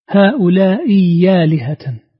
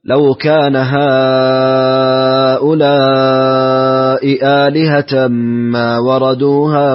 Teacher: تبدل الهمزة الثانية من جنس حركة ما قبله الهمزة الأولى فهنا مكسورة · Shown in: first take · إذا نبدل الهمزة الثانية إيش ياء خالصة وتأخذ حركة الفتحة حركة · Term: الإبدال